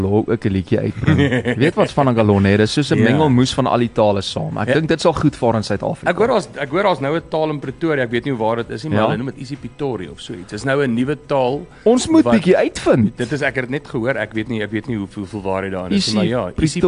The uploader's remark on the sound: LIVE in Atterbury Kollig